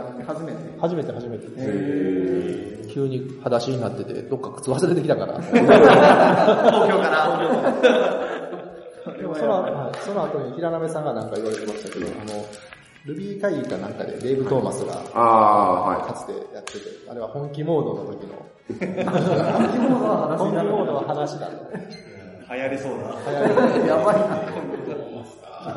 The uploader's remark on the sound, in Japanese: アジャイルジャパン大阪サテライトに行ってきたよ！今回は、スクラム道関西メンバーが、アジャイルジャパン大阪サテライトを開催したので、 参加した方を交えて、収録を行いました。